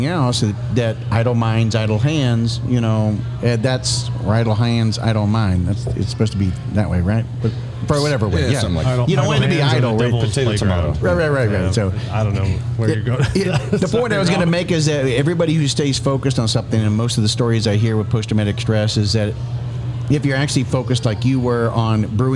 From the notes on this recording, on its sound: Taped at Line Creek Brewing Co., Fayetteville, GA